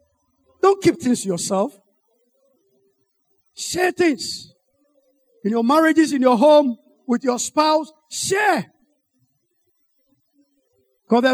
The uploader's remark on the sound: Sermon preached at CBC Adabraka Campus